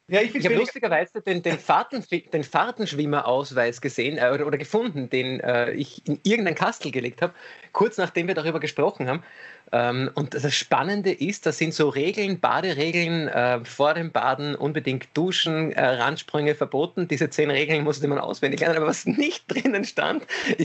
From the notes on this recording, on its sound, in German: Aufzeichnung einer ZOOM Session vom Montag, 18.